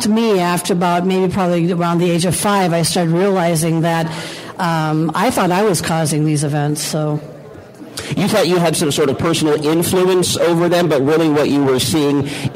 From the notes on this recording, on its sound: LIVE! From the Oregon Ghost Conference in Seaside, Oregon.